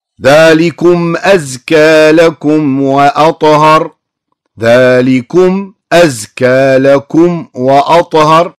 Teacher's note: ميم ظاهرة مع الهمزة مع الواو إلى آخره مع الفاء · Term: الإظهار الشفوي